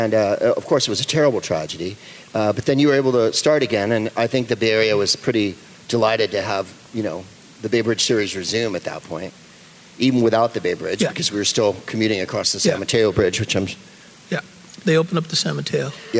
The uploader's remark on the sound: Live from the Negro Leagues Baseball Museum in Kansas City, MO